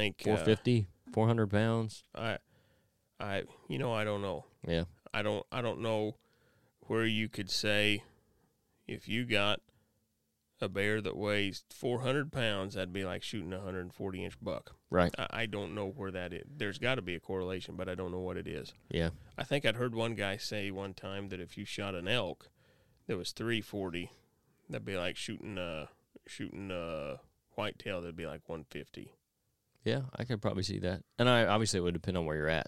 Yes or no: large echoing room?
no